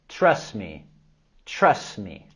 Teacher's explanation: En la palabra trust, no es necesario pronunciarlo el sonido T al final para que podamos vincularlo con la siguiente palabra, me.